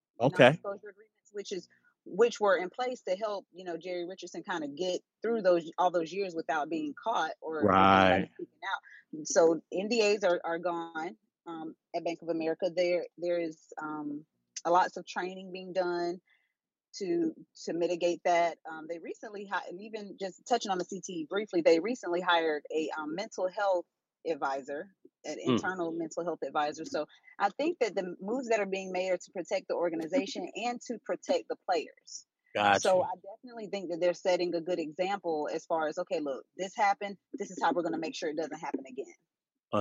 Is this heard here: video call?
yes